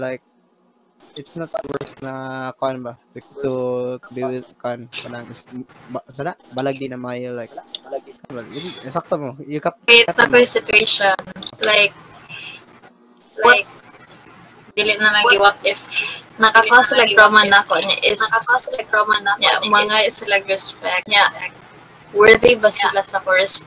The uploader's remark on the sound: There is a technical problem and we are sorry for the echoes and feedbacks within the video.